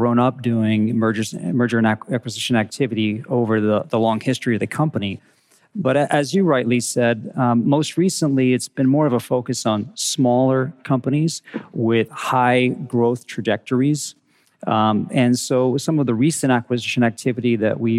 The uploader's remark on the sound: in this fireside chat at the Future of Supply Chain Conference in Northwest Arkansas